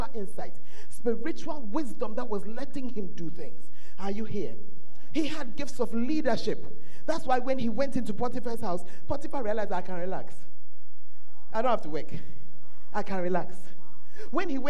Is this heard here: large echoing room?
yes